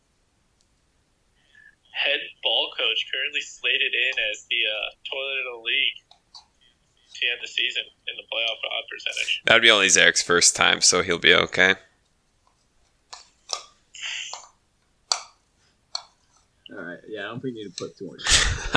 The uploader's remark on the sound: Poor audio, blame the producer.